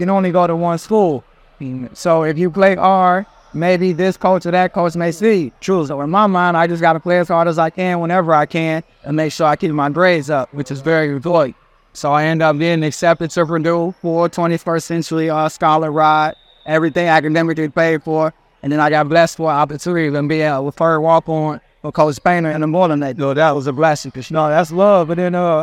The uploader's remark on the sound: Live From Crew Life Camp. From their annual Crew Life Youth Basketball Camp in Fort Wayne, Indiana.